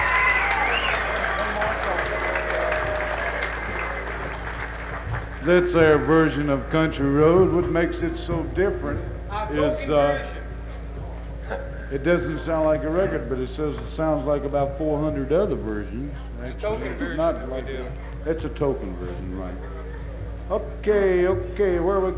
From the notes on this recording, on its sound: live from The Bean Blossom Bluegrass Festival 1972!